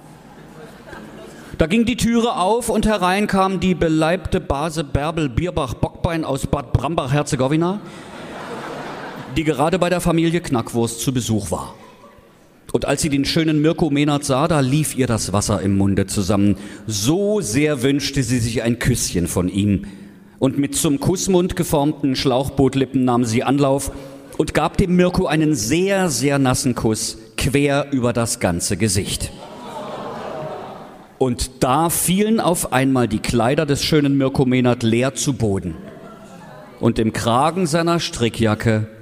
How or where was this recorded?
live audience